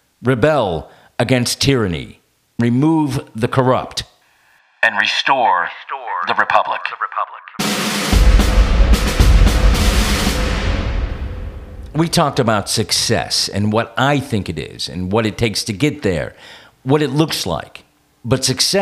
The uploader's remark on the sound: on the phone